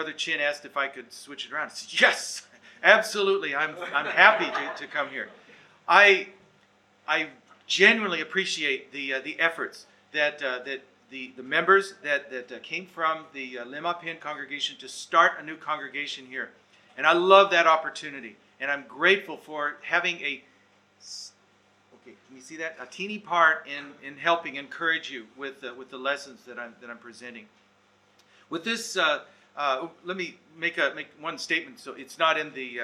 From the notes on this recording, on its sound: Recorded Live/Seminar.